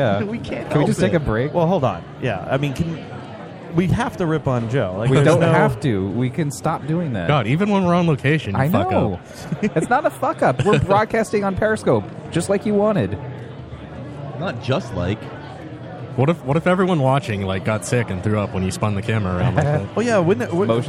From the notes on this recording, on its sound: We are live at day 1 of the Rhode Island Comic Con!